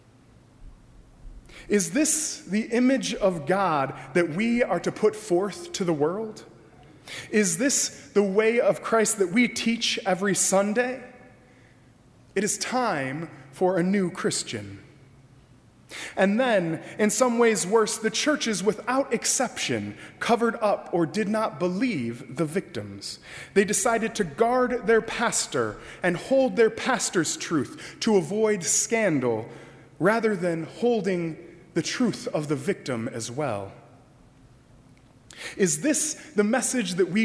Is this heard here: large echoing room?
yes